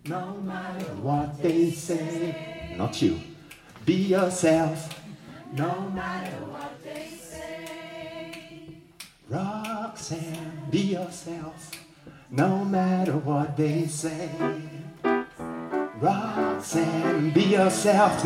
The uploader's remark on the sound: I just sat at the piano on stage and I improvised for a group of professors and pupils of a music school in Geneva. ETM Genève.